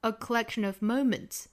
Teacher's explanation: 注意 collection 里面这个 k 的发音并不是十足的爆破